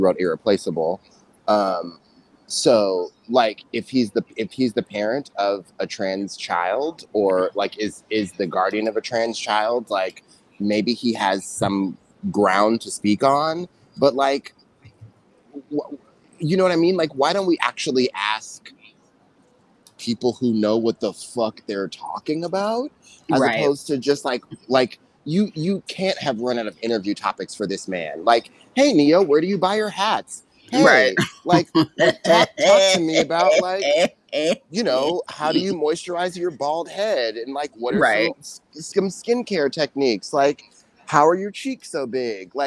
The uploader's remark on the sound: There's a WTT classic feel to this episode including the sounds of the streets of NYC and some technical issues.